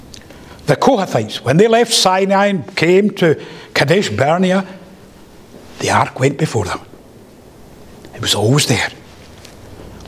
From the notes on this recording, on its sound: The first paper delivered at the Free Southern Presbytery Colloquium held in Knightswood Free Church -Continuing-, Glasgow